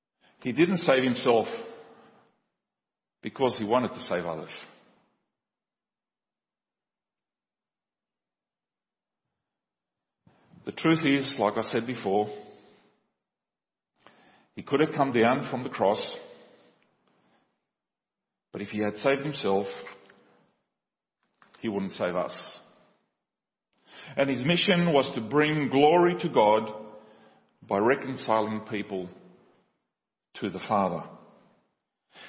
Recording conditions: large echoing room